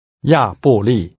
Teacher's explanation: The name of the resort has three falling tones.